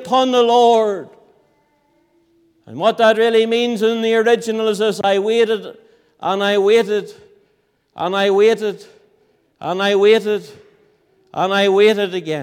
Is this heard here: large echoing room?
yes